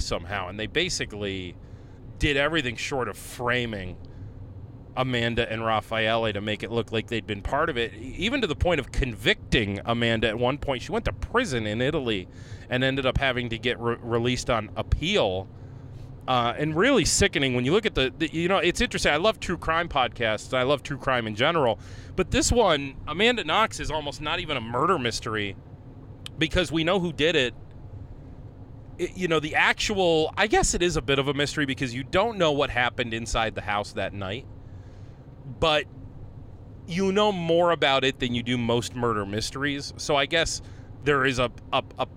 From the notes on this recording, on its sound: leaving the Naples Grape Festival as he records this one